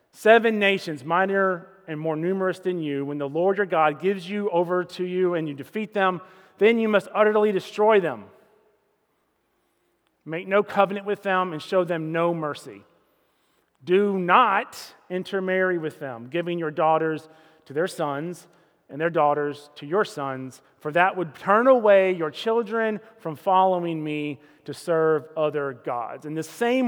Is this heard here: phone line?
no